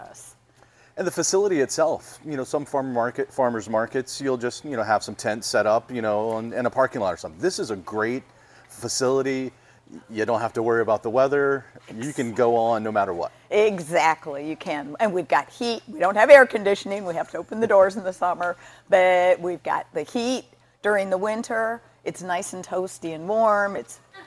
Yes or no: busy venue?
yes